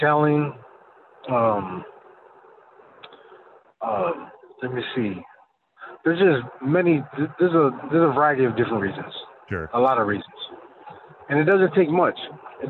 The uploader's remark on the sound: our guest is calling in anonymously